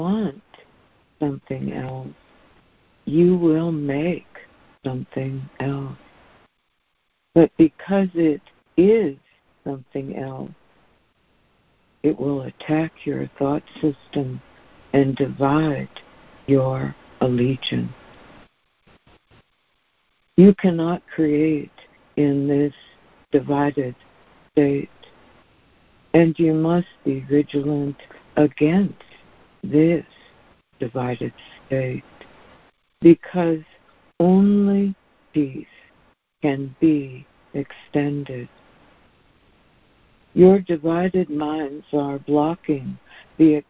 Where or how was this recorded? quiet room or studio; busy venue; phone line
phone line